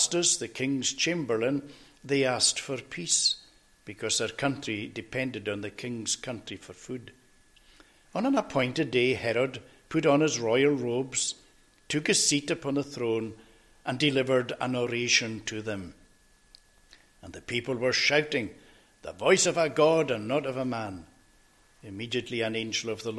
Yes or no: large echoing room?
yes